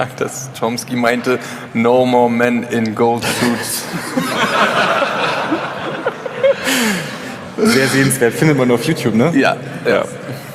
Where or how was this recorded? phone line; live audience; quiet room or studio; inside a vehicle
live audience